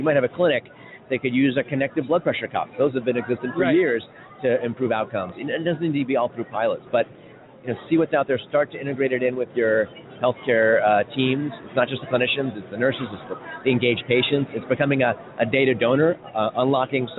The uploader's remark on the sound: Live From HiMSS 2016: Day Two